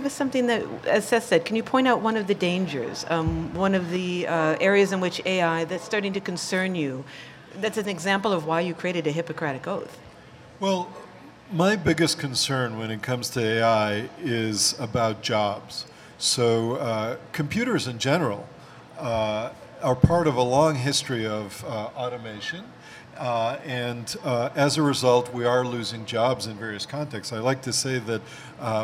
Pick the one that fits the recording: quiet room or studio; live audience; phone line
live audience